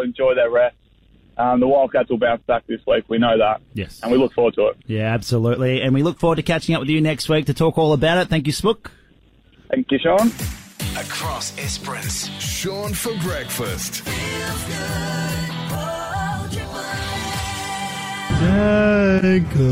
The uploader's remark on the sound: Live cross with our reporter on the ground at the END of the audio